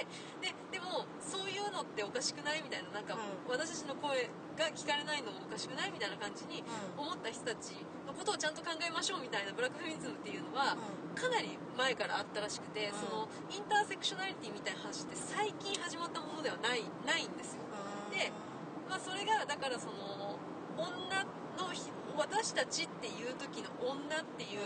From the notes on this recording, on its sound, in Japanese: の最終日を見てトークショーも見てきた当日の車内で無計画に収録したよ！車の中の雑音やナビの音が入っていて臨場感があります。。。突然始まっていろいろしゃべって突然終わるライブ感満載な回になっています。